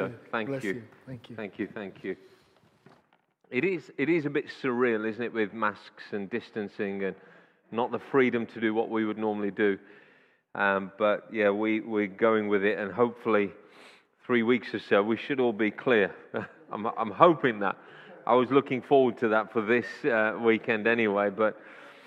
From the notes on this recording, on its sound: Audio recording taken from Kent Prayer Quake 2021 - Day One, Session Two